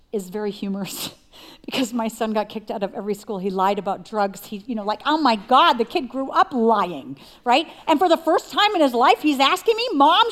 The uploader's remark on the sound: Recorded live at CrossWinds Church on September 17th , 2023.